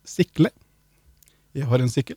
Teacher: det blir uttala med tynn L, altså sikle